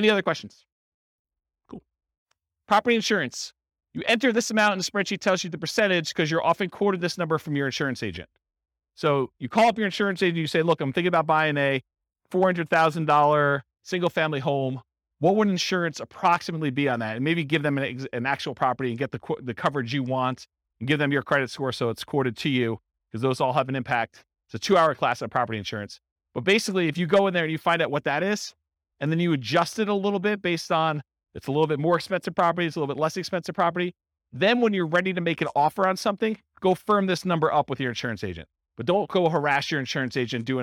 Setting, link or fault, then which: setting, live audience